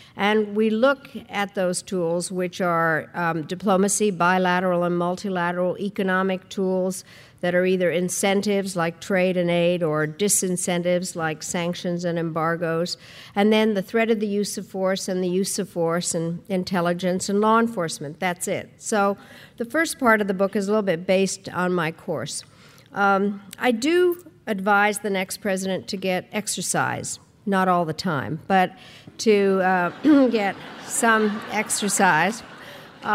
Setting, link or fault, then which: setting, live audience